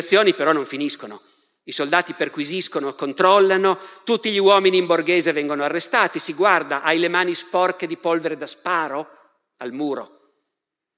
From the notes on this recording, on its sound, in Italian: Dal Festival della Mente 2021